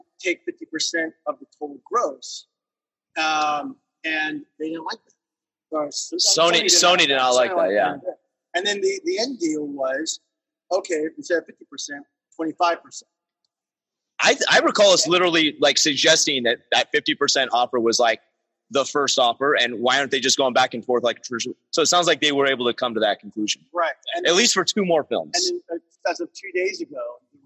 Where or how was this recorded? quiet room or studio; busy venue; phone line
busy venue